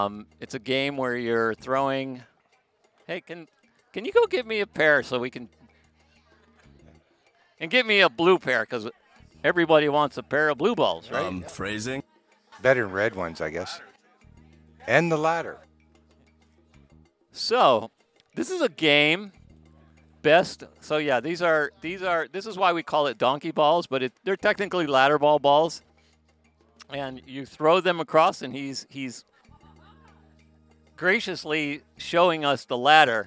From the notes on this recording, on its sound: In this episode of the Playa del Carmen NOW Podcast we head outside